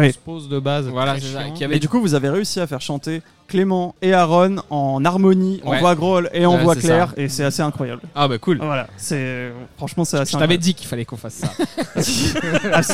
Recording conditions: busy venue